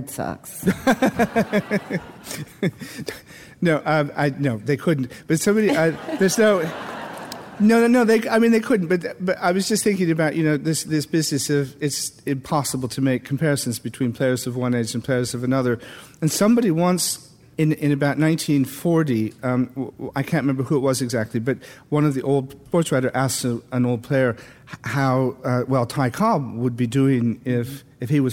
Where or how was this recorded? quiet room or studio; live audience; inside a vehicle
live audience